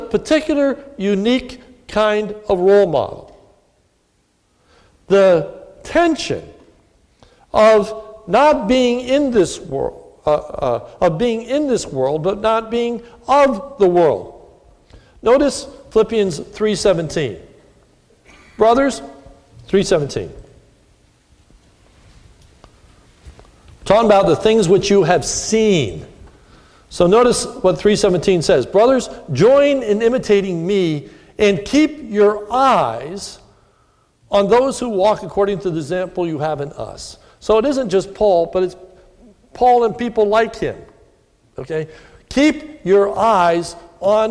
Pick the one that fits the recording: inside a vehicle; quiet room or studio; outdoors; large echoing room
large echoing room